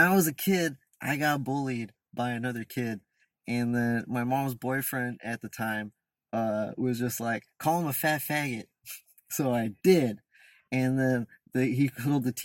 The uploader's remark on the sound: Recorded in the Sycamore tavern parking lot. Also, someone hits the car we're in while recording the podcast.